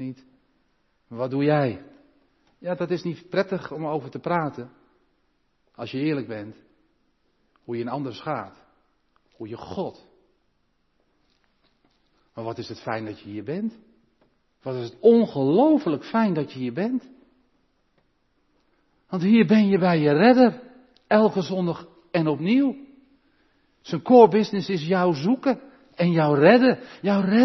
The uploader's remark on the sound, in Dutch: De preek is op 29 januari 2023 opgenomen in de Maranathakerk te Groningen.